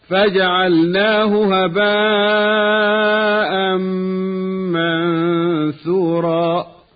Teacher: هاء الضمير الواقعة بعد ساكن لا توصل بمد كهاء فجعلناه، هكذا فجعلناه هباء منثورا.